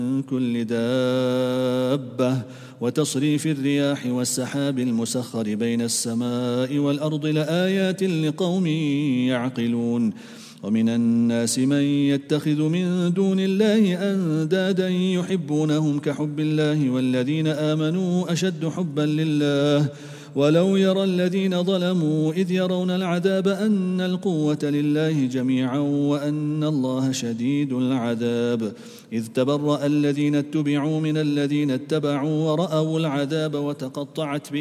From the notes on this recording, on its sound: at the Houghton Masjid (West Street)